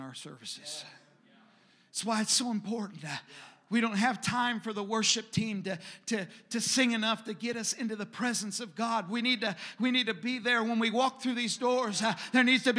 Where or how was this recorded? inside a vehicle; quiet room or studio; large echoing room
large echoing room